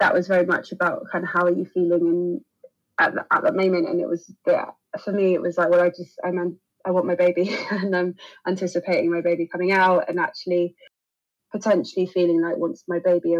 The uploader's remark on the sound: Apologies for the audio quality on this episode, thanks in part to a dodgy Zoom connection and an overzealous Siamese cat called Brandy.